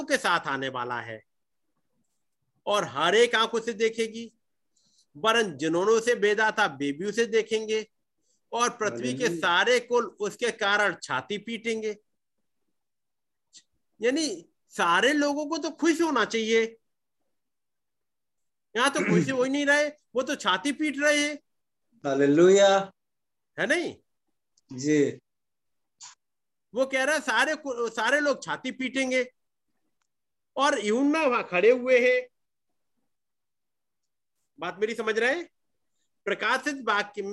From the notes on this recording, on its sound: Zoom Meeting